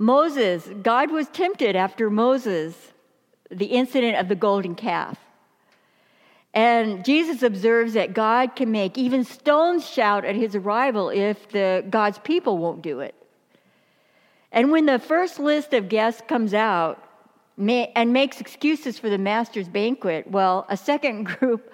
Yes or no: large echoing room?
yes